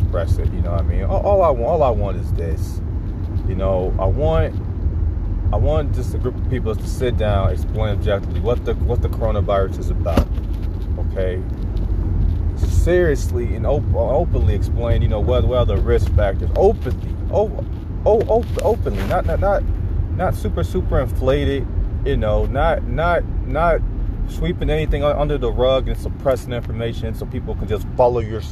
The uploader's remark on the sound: I am in the car